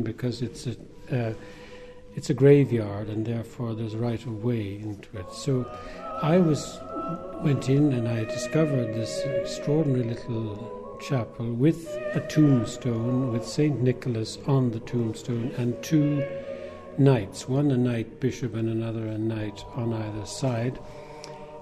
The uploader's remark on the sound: A special Christmas programme recorded at the beautiful and world famous Glenstal Abbey